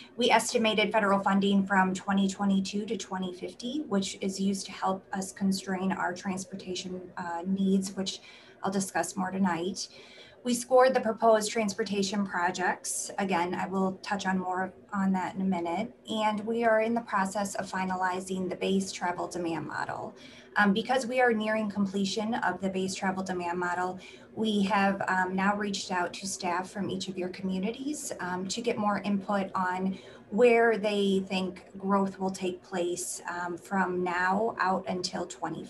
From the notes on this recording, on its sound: Zoom meeting